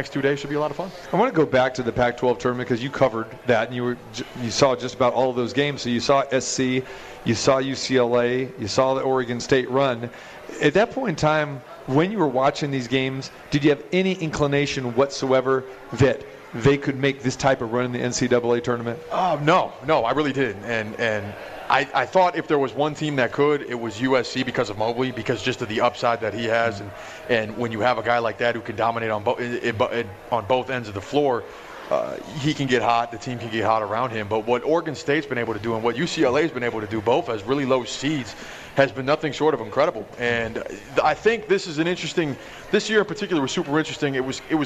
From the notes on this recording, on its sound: More March Madness atmosphere live from The Cosmopolitan of Las Vegas.